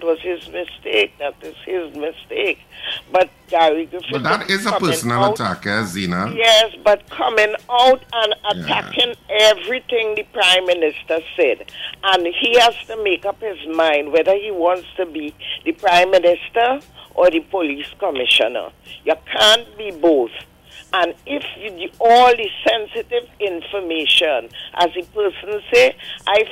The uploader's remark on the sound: we take more calls from the audience